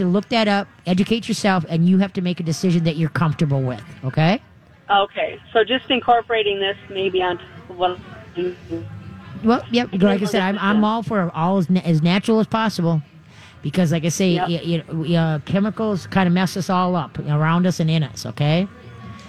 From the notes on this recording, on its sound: live from the State Fair!